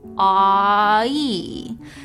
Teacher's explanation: But something odd can happen when we have a low back vowel, ah, followed by a front high vowel, e. It's a long distance for your mouth to travel, ah-ee. · So to save effort, the first vowel gets shifted up and forward closer to the second. It's kind of like how if you say this sentence casually, it probably sounds less like how are you doing and more like how are you doing.